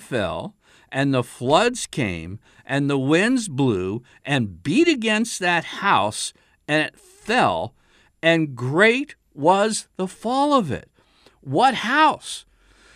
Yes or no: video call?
no